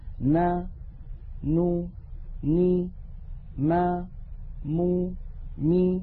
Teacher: هذه الأصوات الستة فيها غنة أنقص ما تكون وهي متساوية في الزمن